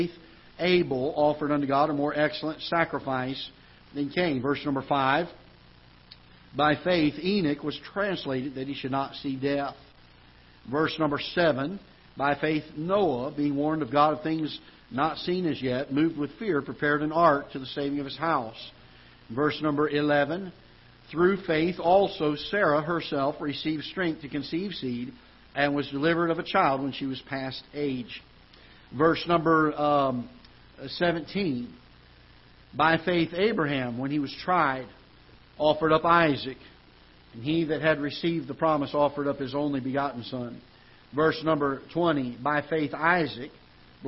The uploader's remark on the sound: Ketha Heights Baptist Church ~ Live Broadcast